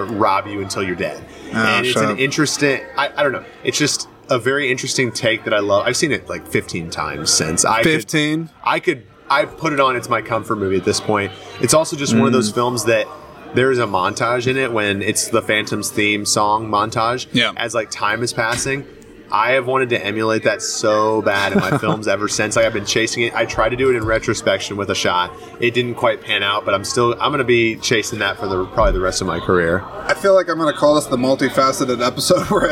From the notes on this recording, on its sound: This episode is the second in a series of exclusive conversations that were recorded on site at the 16th Annual Iowa Independent Film Festival. This episode was also my first to be recorded outside! Specifically at 173 Craft Distillery in Clear Lake, IA.